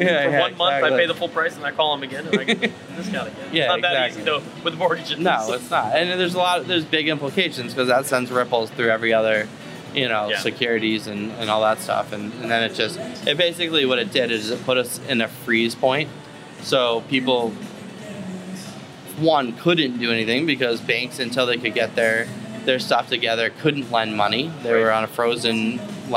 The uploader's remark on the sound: We shot live, on location, at Walking Tree Brewery in beautiful Vero Beach, FL.